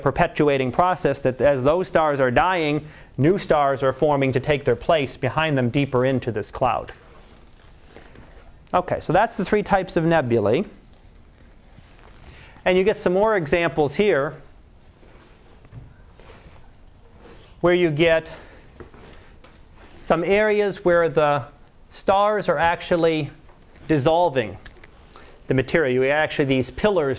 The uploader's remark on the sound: Live Class Lecture